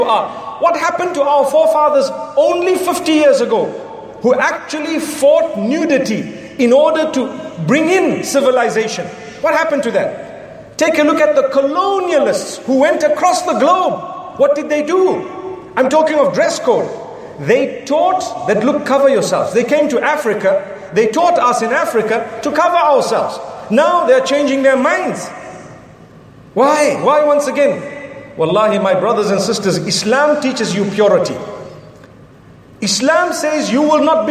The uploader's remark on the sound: From the TDR Conference in Putrajaya Malaysia